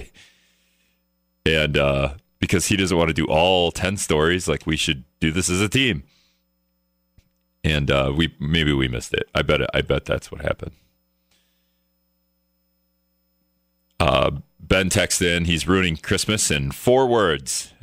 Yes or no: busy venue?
no